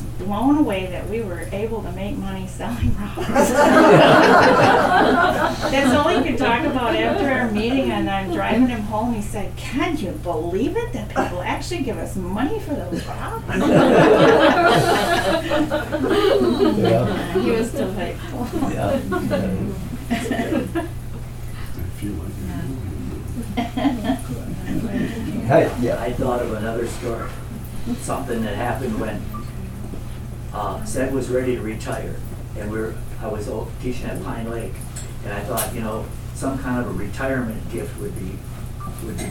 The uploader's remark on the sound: This was recorded in the RDL meeting room in December, as a kickoff event for the Rhinelander District Library Foundation’s annual Ced Vig Holiday Book Fund. We will hear more from attendees at that event who took turns sharing their own stories.